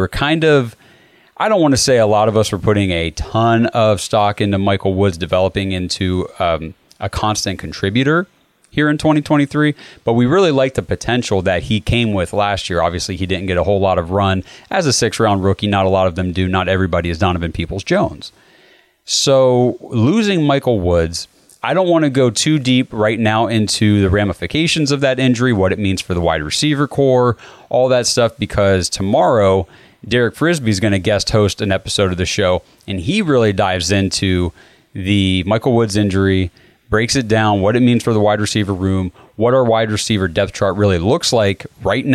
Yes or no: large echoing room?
no